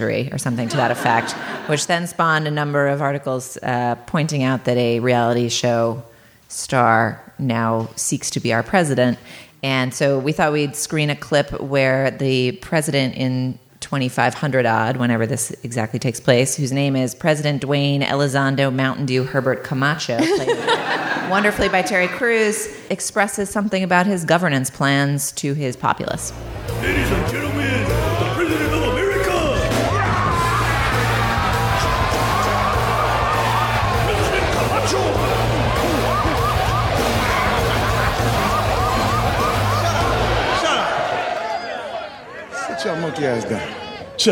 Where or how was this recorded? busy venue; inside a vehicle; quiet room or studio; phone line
busy venue